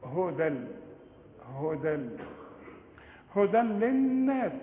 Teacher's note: هدى تنوينه بعده لام، ادغام كامل بدون غنة